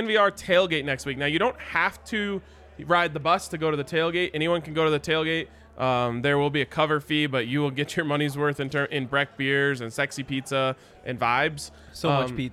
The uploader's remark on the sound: live from the DNVR Bar